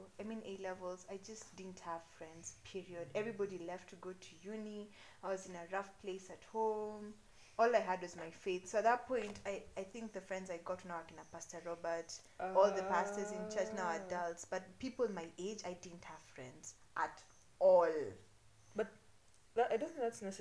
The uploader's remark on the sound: We apologize for the background noise. People were cutting down trees.